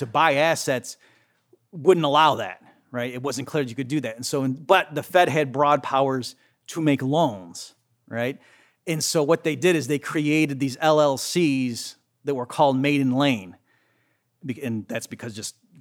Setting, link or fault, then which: setting, large echoing room